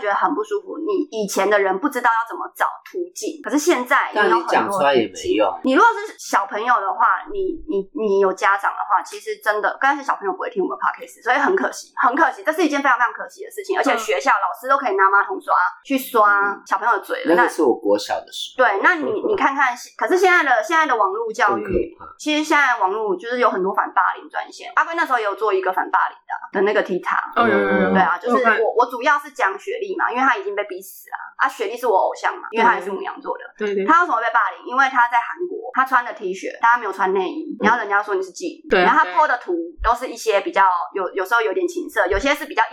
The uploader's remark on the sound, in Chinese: 本集音質不好